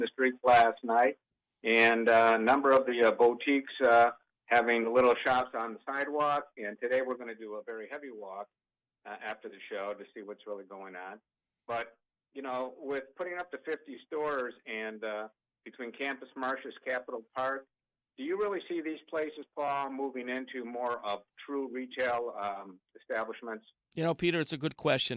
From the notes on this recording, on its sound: checks in from abroad via telephone